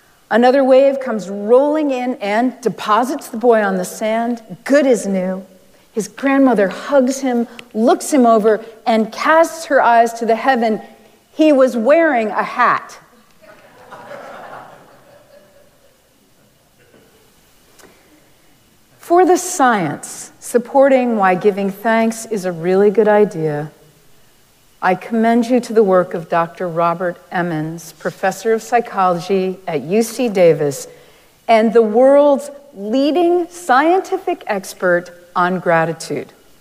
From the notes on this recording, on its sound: Recorded live at Arlington Street Church, Sunday, November 19, 2023.